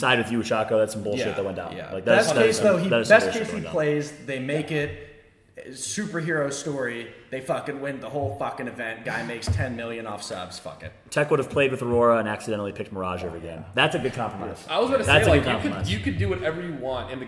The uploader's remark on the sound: LIVE FROM BIRMINGHAM DAY 2.